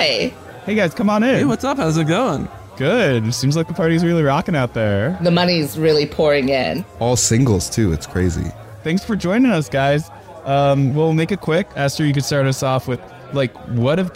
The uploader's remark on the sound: Of course we hosted an extremely real and cool birthday party which we obviously recorded for our weekly podcast.